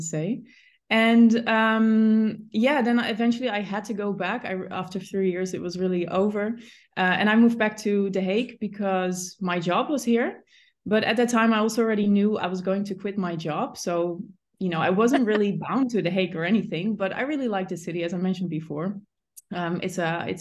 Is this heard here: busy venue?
no